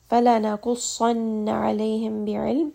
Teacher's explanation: saad is going to be pronounced twice as it does have a shadda. And then noon here is also pronounced twice.